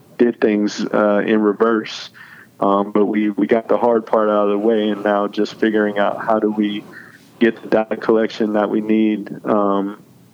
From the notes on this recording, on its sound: connects via phone